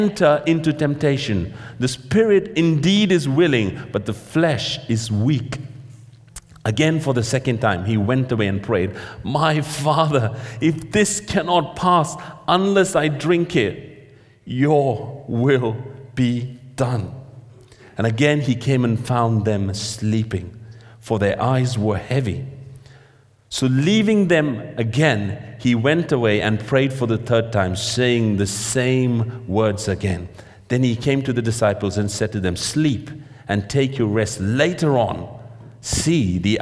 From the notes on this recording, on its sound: This sermon was recorded on Sunday 26th March 2023 at our Great Denham venue.